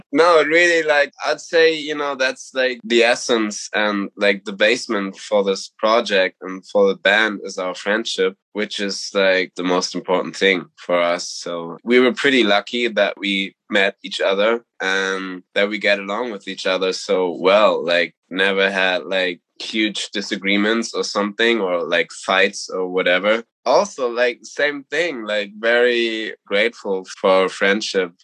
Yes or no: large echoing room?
no